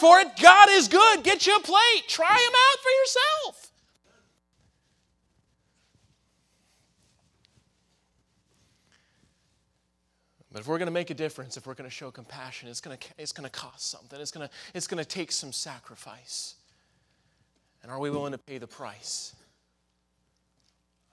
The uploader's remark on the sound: in the Sunday Evening Service on May 7, 2023, at Victory Baptist Church in Boonsboro, Maryland